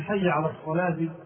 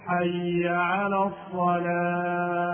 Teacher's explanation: ويسقط الهاء من حي على الصلاة · Shown in: first take · فينطقها هكذا: حي على الصلاة، لا ينطق الهاء، حي على الصلاة، صلاة، الصلاة، هذا خطأ، وإنما ينبغي أن يبين الهاء فيقول حي على الصلاة، لابد أن يبين الهاء.